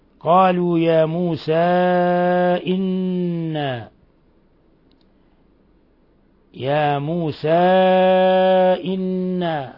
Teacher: حرف مد منفصل، مد منفصل لانفصال حرف المد عن الهمزة، يمد من 4 إلى 5 حركات. ثم قوله إنا، ضمير الجماعة، النون مشددة تغن مقدار حركتين.